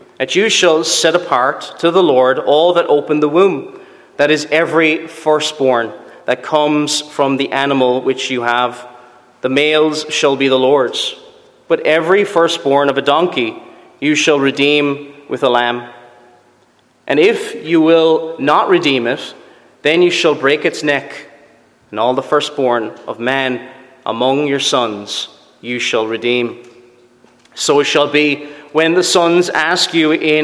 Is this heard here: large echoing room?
yes